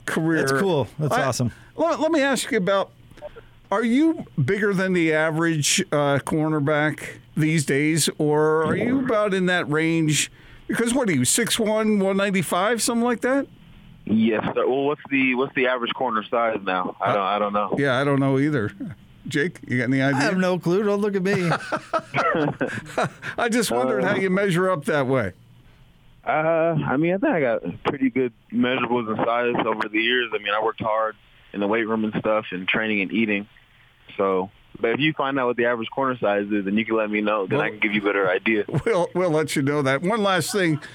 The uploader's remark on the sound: Hopped on the phone with 'The Big Show' on Wednesday afternoon following BYU's fall camp practice.